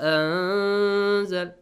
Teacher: Ikhfa. You hide the sound of noon.